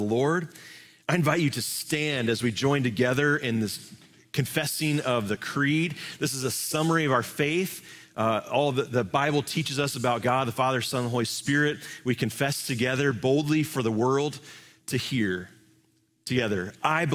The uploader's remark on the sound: Live from our Celebration Ministry Center